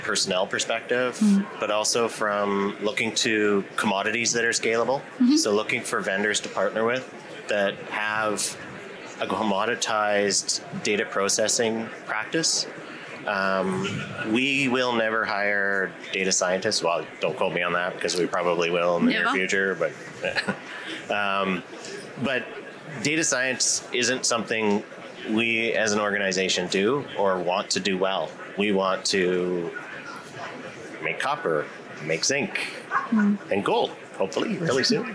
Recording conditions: busy venue